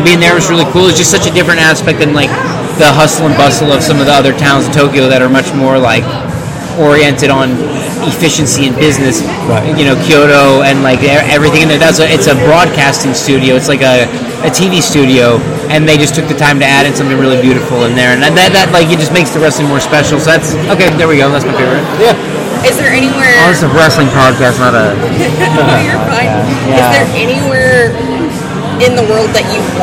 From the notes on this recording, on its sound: Bear with the background noise